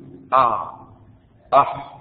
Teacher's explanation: قل معي وسط الحلق رقم 2 وسط الحلق، وهو ما بين أقصاه وأدناه، ويخرج منه العين والحاء